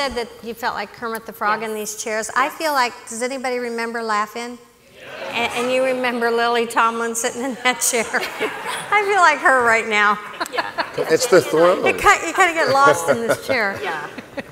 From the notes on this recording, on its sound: This panel workshop was part of the 2019 COS Leadership Summit held in Colonial Williamsburg.